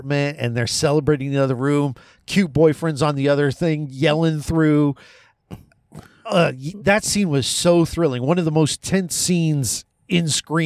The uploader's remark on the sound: One dude looked at us weird while recording. We watched SCREAM VI and went to my car and hit record.